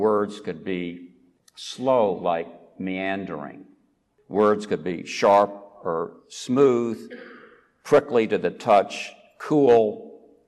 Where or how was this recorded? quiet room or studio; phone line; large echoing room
large echoing room